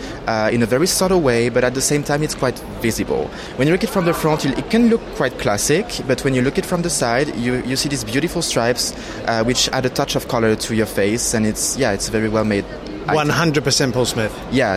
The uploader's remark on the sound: Episode 3 "live" from Silmo Paris 2023. He heads to the Start Up Village to hear the story behind Junk Plastic.